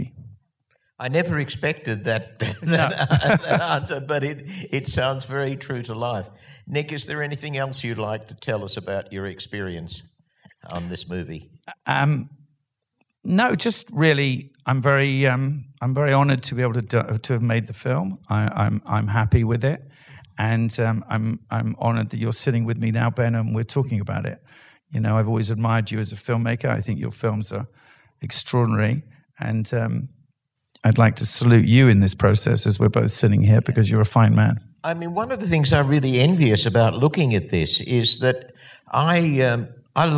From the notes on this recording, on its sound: in a Q&A at the DGA theater in Los Angeles